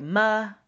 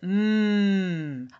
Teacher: Take off that uh. Take off that schwa. · Shown in: second take